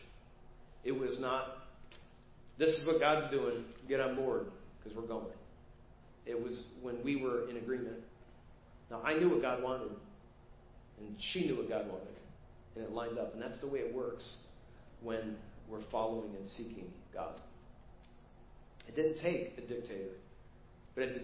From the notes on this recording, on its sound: Preached at First Baptist Church of Hazel Park